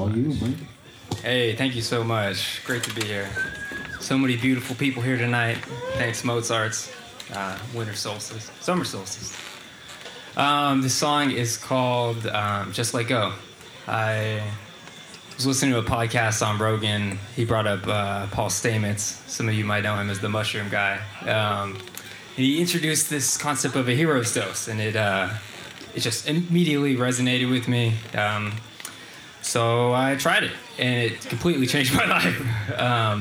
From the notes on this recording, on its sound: Recorded live at Late at the Lake, at Mozart's Coffee Roasters in Austin, Texas on Tuesday, June 21st, 2022.